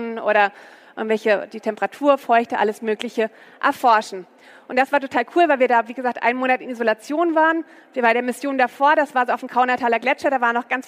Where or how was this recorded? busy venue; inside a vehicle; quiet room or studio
busy venue